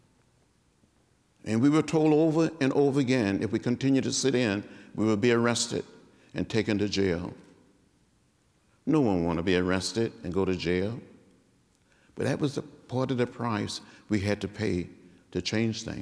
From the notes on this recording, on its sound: spoke at The University of Washington’s Meany Hall on February 23